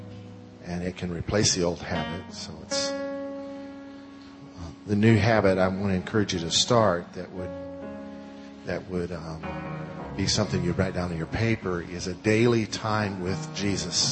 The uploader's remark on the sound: In this last session of The FOCUS Conference